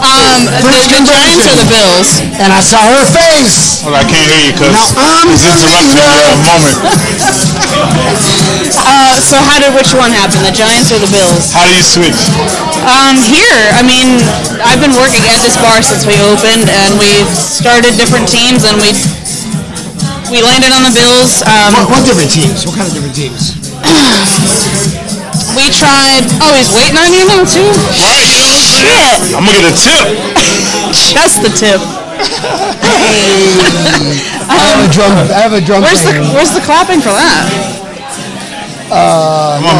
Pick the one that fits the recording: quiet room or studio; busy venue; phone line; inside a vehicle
busy venue